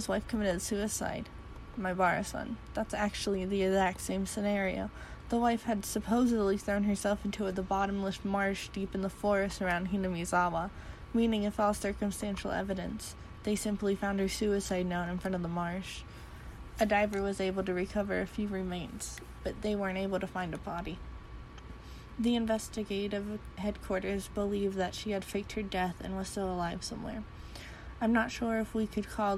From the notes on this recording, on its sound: Reuploaded with the background sound